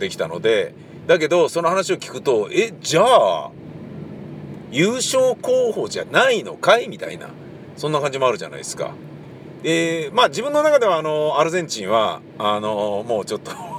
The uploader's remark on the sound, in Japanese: またまた車の中で録音して見ました